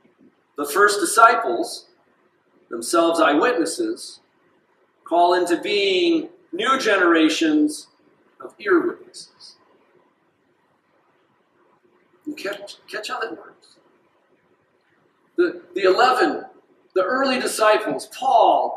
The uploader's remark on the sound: This sermon was delivered on January 21st, 2024 at Grace Church in Granger, Indiana.